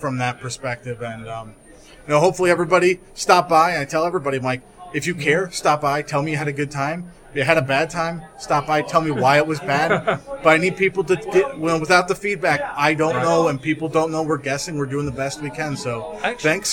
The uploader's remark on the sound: Zipcon 2017 Street Interviews. The Action Comedy Nerd Show live show appeared at Zipcon 2017 at the University of Akron.